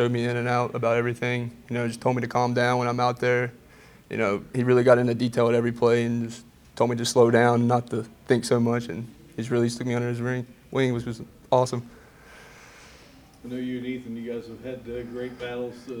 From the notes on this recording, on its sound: Speaking with the Media in a Post-Practice Q&A.